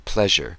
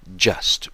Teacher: say the zh sound as in pleasure, or the last sound in garage, not like the first sound in just, which is an affricate. · Shown in: first take